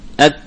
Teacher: maka akan kita dapati suara kaf ini terhenti ak, dan tidak bisa kita lanjutkan kecuali harus kita lepaskan dari makhrajnya dan kemudian kita berikan apa, berikan al-harakah atau hams ak hakan.